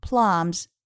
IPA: plʌm